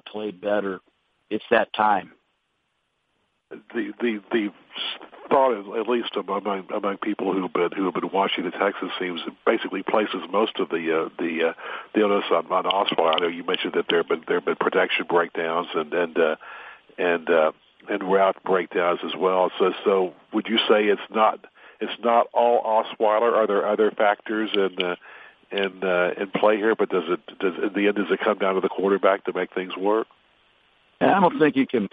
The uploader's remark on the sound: Conference Call